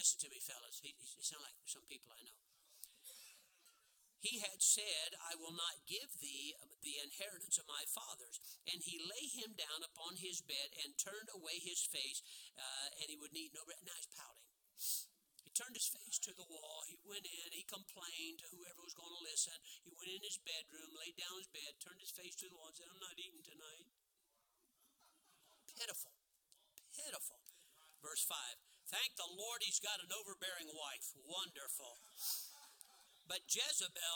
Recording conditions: large echoing room